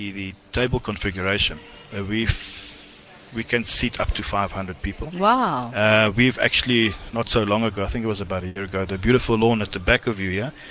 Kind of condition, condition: setting, busy venue